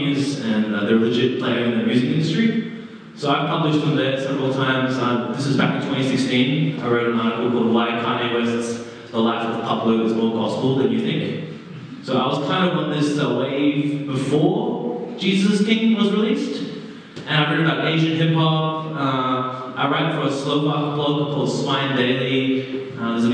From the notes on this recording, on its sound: Terrible audio quality